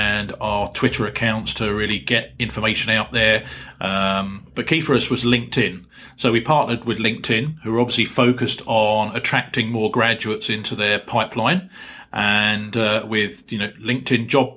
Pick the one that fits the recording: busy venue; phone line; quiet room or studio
quiet room or studio